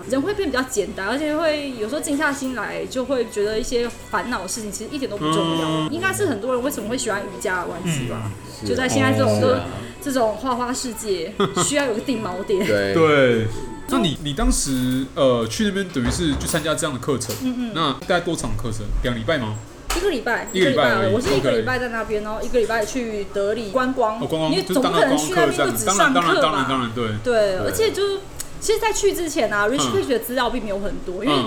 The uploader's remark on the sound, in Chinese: 錄音地點： 印度咖哩吧 - Curry Lounge。